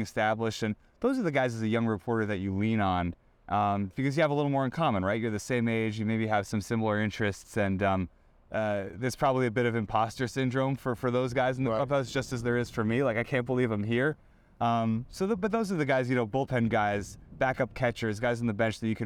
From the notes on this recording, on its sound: Recorded inside Clover Park at Port St.